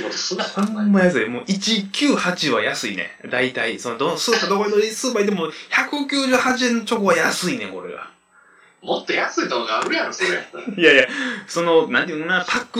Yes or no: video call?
yes